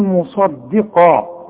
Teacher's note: الصاد مفخمة والقاف مفخمة، الدال مرققة